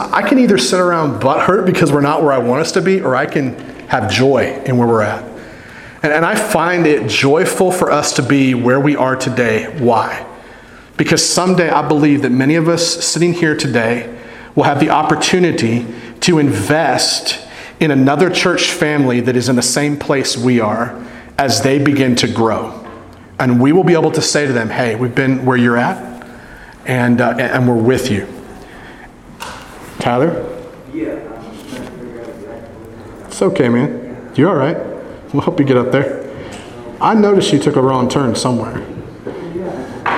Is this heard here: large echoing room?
yes